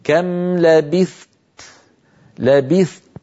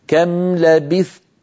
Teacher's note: الثاء لابد من بيانها بإعطائها حقها من الهمس والزمن اللي هو الرخاوة يعني، ثم أنتقل إلى تاء شديدة مهموسة، آتي بشدتها أولا ثم أتبع ذلك بالهمس. هكذا كم لبثت، لبثت، فأحبس صوتها قليلا ثم أطلق النفس كم لبثت.